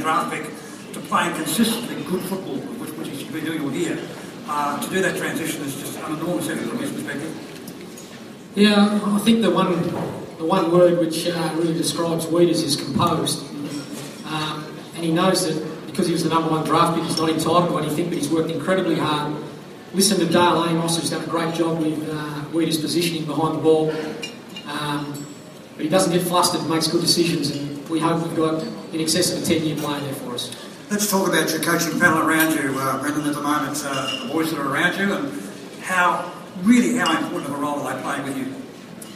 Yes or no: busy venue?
yes